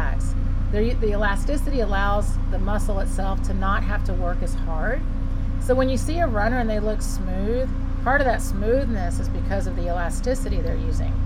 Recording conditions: sounds in the background